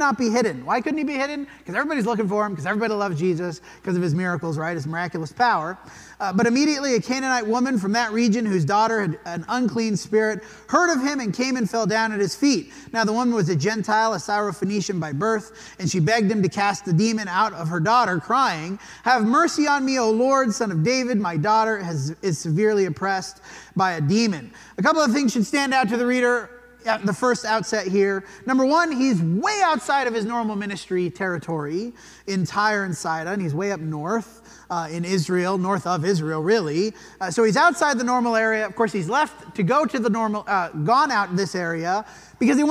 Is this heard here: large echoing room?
yes